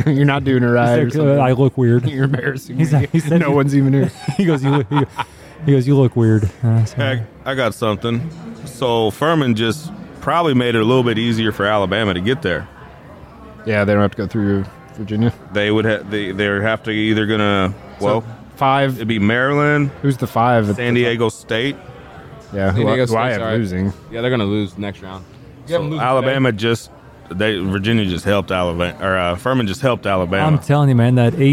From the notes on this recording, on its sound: March Madness Bracket Breakdown live at the Argosy. We’re partnering once again with Argosy Casino to bring you our official Bracket Breakdown Live. Join us live in Alton, Illinois or listen to our broadcast.